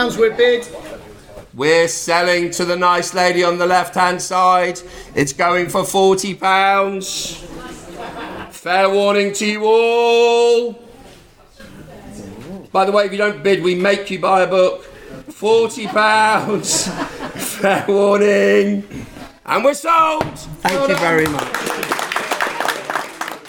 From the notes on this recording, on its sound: A special episode recorded at the RNLI charity auction they recently hosted in Lyme Regis. This edition is a mix of stories told from the lifeboat house as well as some of the best bits recorded live during the auction. Turns out a lifeboat station isn’t a good substitute for a recording studio.